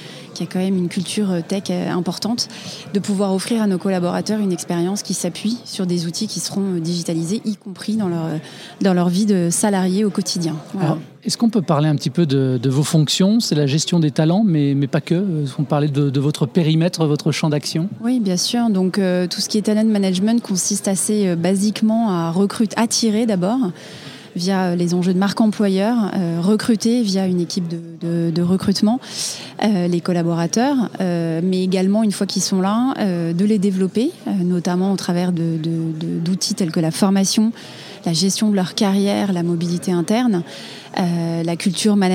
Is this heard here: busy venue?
yes